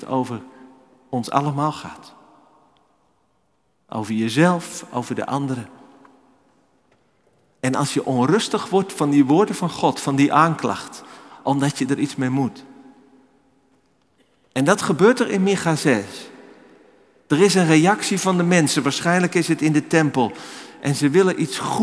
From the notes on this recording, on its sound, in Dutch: Opgenomen in de Noorderkerk te Amsterdam.